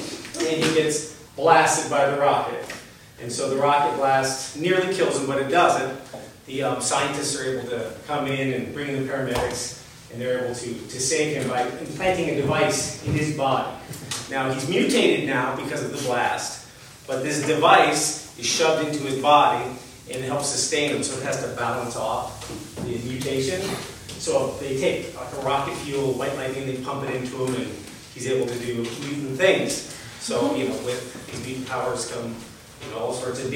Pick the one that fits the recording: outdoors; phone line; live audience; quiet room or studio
live audience